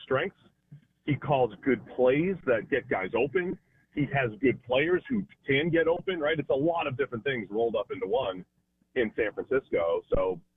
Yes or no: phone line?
yes